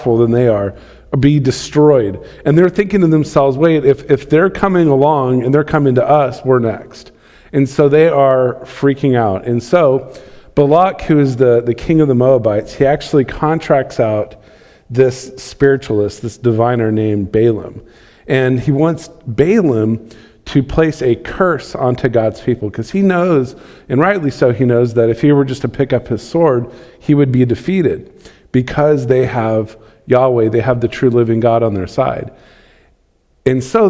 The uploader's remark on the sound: Recorded live on December 27, 2020.